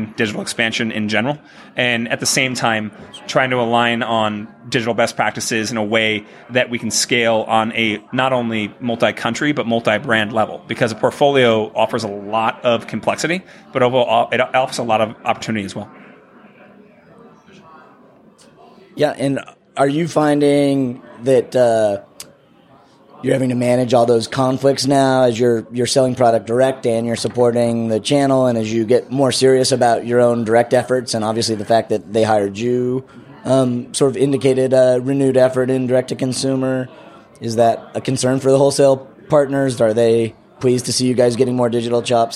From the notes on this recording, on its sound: recorded live from Shoptalk in Las Vegas